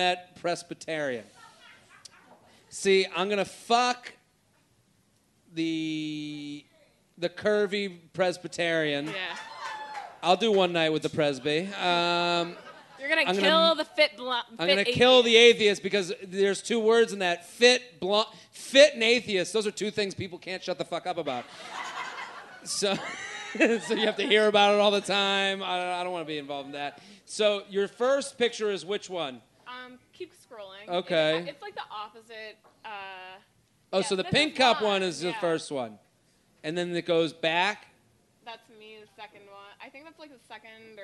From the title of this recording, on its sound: LIVE From Punch Line Philly